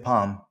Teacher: è lì la L silenzioso prima di una M